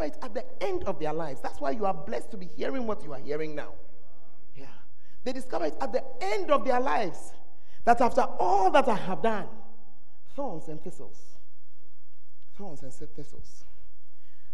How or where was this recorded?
large echoing room